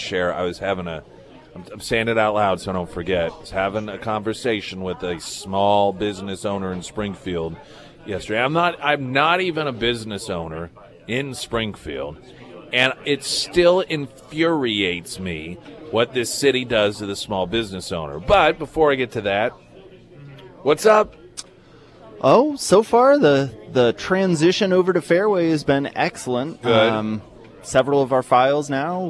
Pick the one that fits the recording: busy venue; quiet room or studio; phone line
busy venue